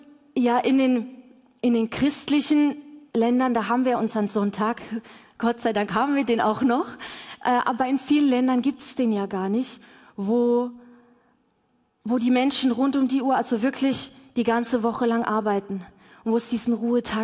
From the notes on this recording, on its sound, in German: LIVE im Missionswerk Karlsruhe